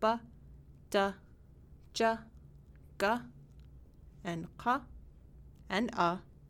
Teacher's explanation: in Inupiat, when you are saying these letters, that puff of air is not there. And that is what makes these letters unaspirated.